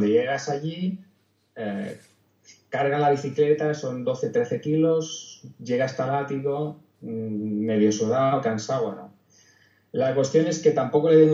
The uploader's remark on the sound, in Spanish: Audio de baja calidad